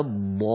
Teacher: الضاد مفخمة، وبالتالي الألف التي بعدها مفخمة كذلك